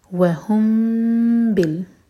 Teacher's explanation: وہم بال، M T میم کے بعد با، تو یہ اخفاء شفی، میم کو ہول کریں گے لیکن ہوٹو کو ٹائٹ بند نہیں کریں گے